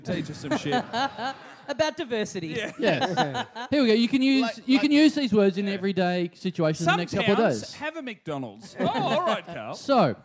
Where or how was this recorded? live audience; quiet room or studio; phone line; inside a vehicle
live audience